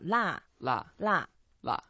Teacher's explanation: And la is a fourth tone, so go down. La. La.